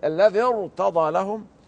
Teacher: وما دام الراء وقعت ساكنة بعد كسر يجب ترقيقها